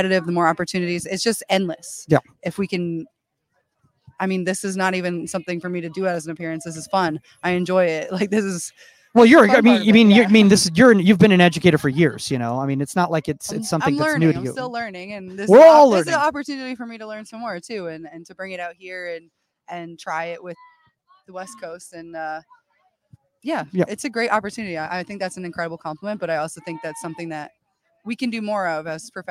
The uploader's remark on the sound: Live From TKI San Diego's Pro Clinic! How to record podcasts in torrential downpour.